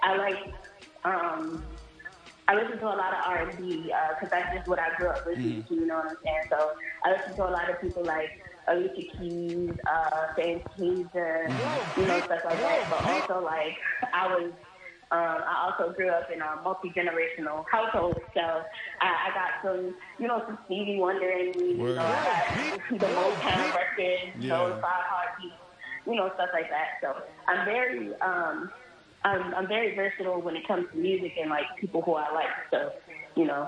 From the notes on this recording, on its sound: phoned